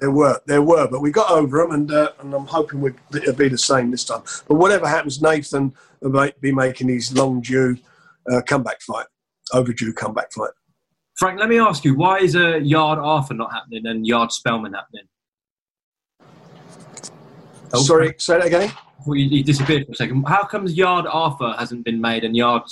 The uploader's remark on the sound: On Zoom